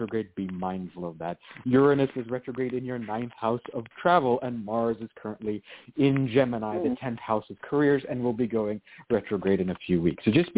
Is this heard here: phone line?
yes